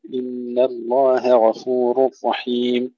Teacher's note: الهاء مرققة والغين مفخمة ونفصل بينهما